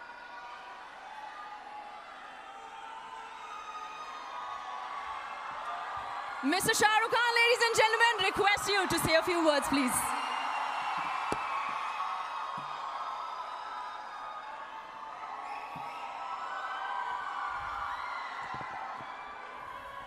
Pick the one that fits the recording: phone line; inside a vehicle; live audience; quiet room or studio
live audience